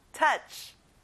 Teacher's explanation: 터치가 아니라 아 소리하고 끝에 ch 발음을 내보세요.